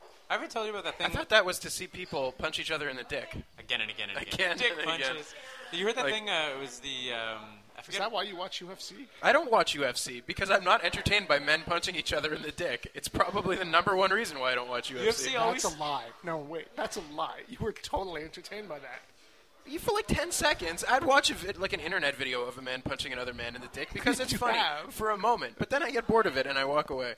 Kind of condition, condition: setting, busy venue